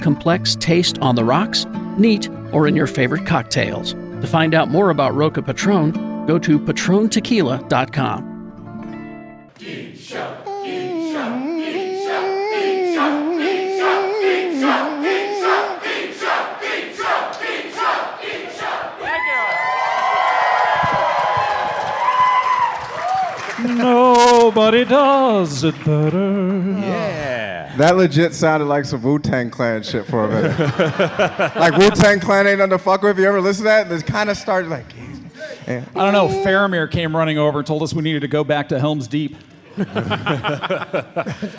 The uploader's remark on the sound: LIVE from Salt Lake Comic Con. Our panel recorded LIVE in its entirety, your questions.